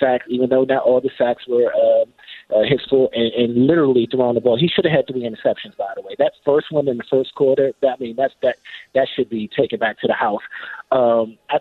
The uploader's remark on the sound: takes another caller